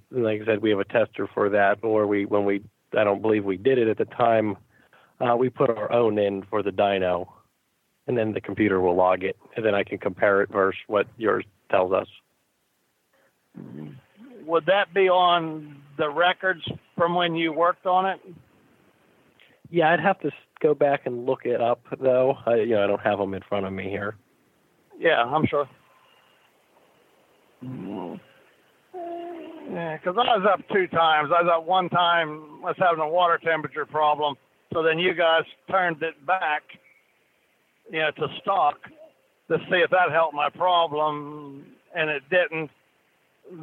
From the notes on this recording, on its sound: Call in Question and Answer Show